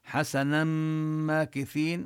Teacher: هنا أدغمنا النون بالميم فشددنا الميم كما هو في الرسم